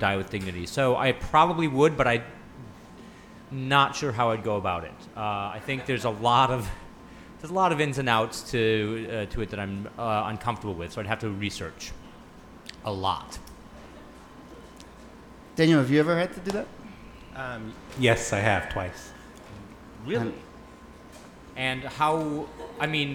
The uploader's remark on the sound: Ask Roulette is a conversation series in which strangers ask each other questions on stage. This excerpt is from our August event at Housing Works Bookstore in New York City. Several audience members.